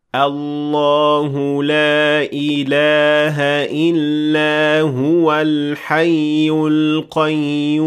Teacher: if we link huwa with the word that comes after it, there won't be any natural mad found in this word whatsoever